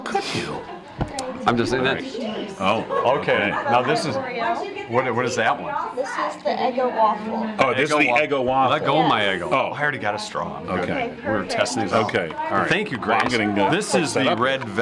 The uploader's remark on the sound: The show is on the road at Howell Nutrition